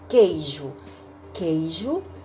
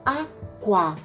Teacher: Por exemplo, na palavra queijo, queijo, eu sei que escreve com Q-U-E-I-J-O. Mas queijo, quando eu falo, eu não pronuncio a vogal U · Shown in: first take · Então eu considero que essa palavra tem dígrafo.